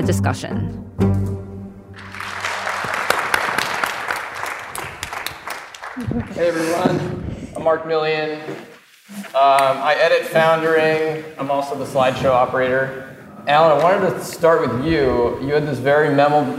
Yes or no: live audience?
yes